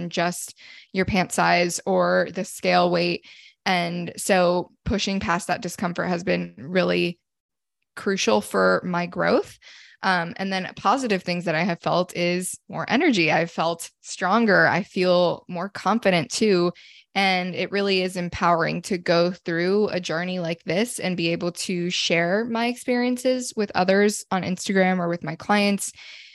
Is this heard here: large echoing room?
no